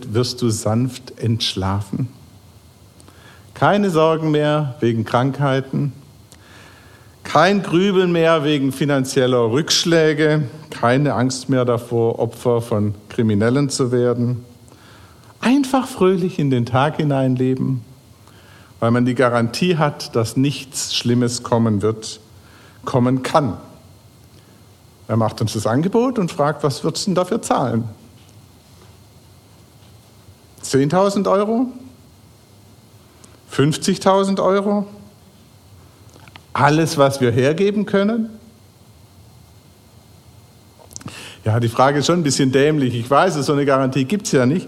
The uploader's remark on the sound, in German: Crossline Gottesdienst Predigt. Predigt vom Gottesdienst am 10.